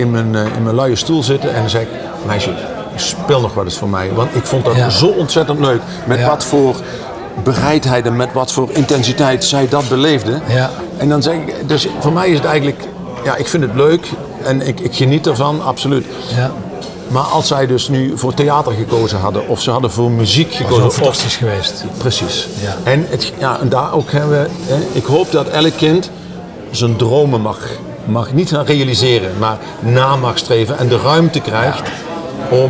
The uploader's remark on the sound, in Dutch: dit gesprek is opgenomen in een vol restaurant langs de snelweg!